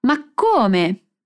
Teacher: A primeira palavra que ela usa é ma come, literalmente mas como. Só que a gente acaba juntando um pouco mais as duas palavras para soar mais dramático e surpreso.